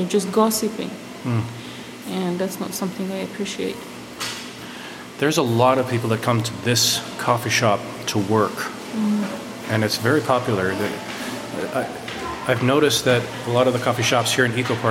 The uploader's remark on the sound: Live from the U'u Dam Coffee Shop in Downtown EcoPark!